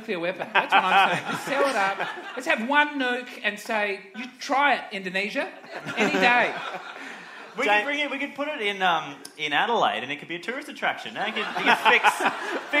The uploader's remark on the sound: AdelaideCabaretFestival. Recorded live on stage. I’d urge you to listen out for the excruciating audience reactions. In front of the good people of Adelaide.